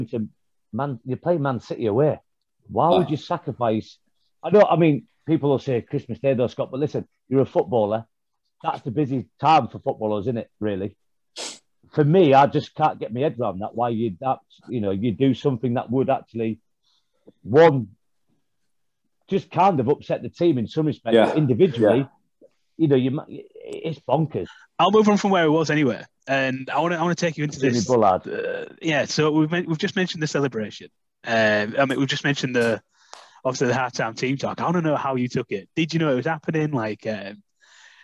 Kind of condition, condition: link, video call